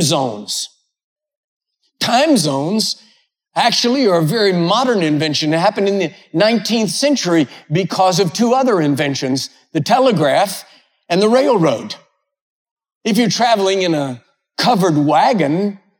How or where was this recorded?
large echoing room